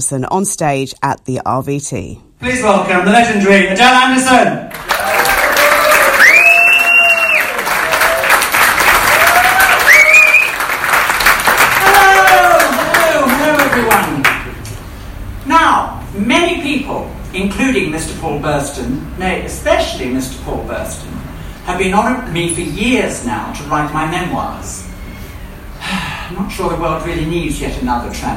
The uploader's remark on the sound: Recorded at the RVT (Royal Vauxhall Tavern)